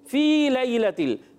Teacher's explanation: लाम को हिलाना नहीं, खड़ी हरकत को एक अलिफ खींचेंगे। फी लैलतिल, फी को एक अलिफ खींचना है कि हरफ मद्दा है